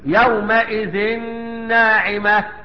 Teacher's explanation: الحكم هنا يا رجال ادغام بغنة. لماذا؟ لوقوع النون بعد التنوين في كلمتين.